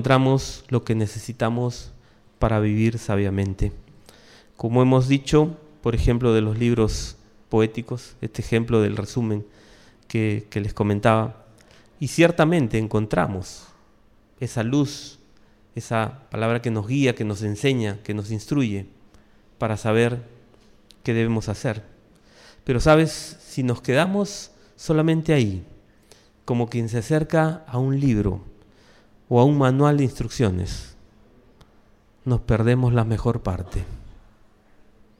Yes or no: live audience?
yes